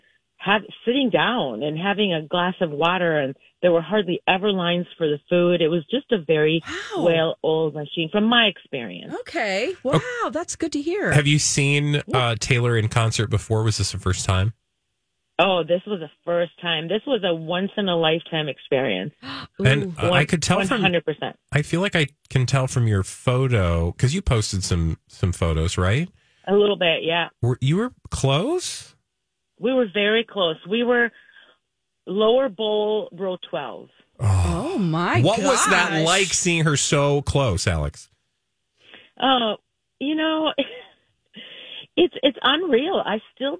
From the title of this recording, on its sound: A real live Swiftie calls